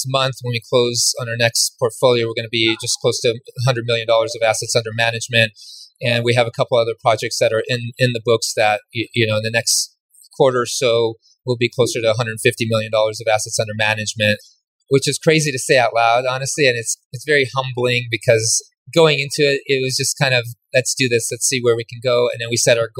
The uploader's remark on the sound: LIVE from BEST EVER CONFERENCE! Coming to you live from the Best Ever Conference in Colorado!